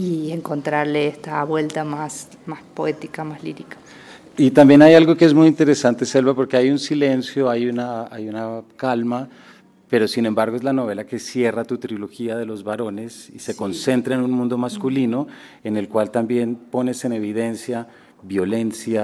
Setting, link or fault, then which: setting, busy venue